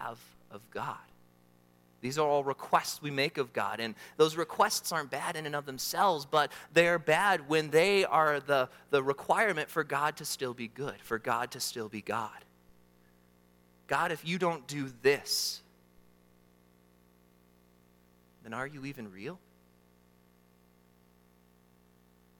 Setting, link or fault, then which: setting, large echoing room